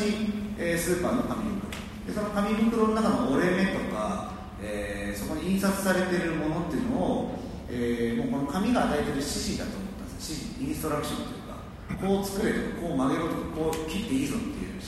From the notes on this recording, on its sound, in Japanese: のトークイベントの録音です。会場：武蔵野美術大学鷹の台キャンパス 2号館309、310教室。